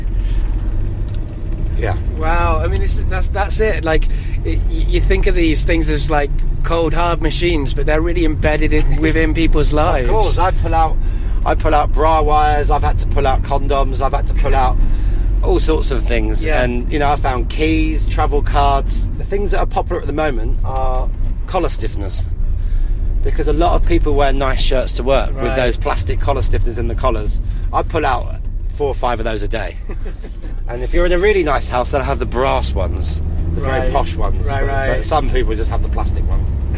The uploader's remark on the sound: Back in the van. We also hear from people at a Restart Party in Camden.